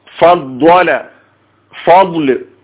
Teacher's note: നാവിന്റെ പാർശ്വഭാഗം അതിനോടടുത്ത മേലെ അണപ്പല്ലുകളും ചേർന്നുകൊണ്ടാണ് ഈ ദ്വാദ് ഉച്ചരിക്കുക